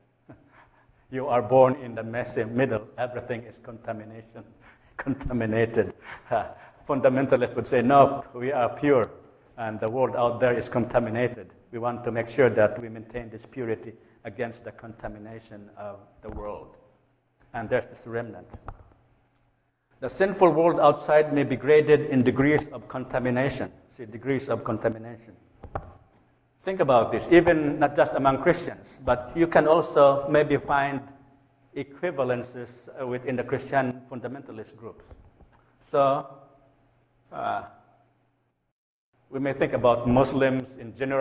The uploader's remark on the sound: A lecture at Plymouth United Church of Christ, Eau Claire, Wisconsin, on July 22, 2012.